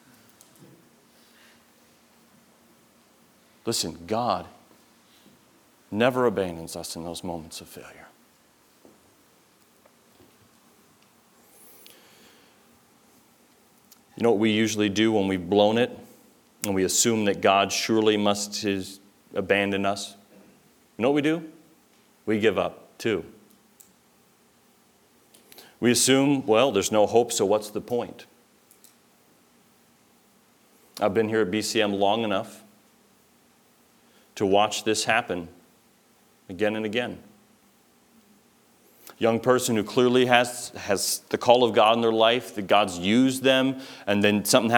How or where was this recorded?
large echoing room